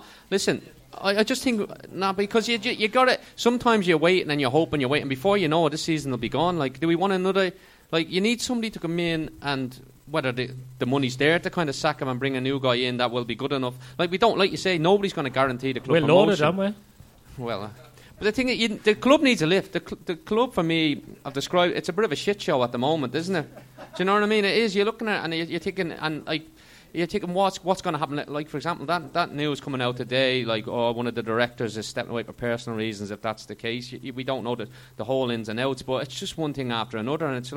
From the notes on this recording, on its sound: Live at Fausto Coffee. For a special live show at Fausto Coffee to celebrate the 500th episode of the WMS podcast.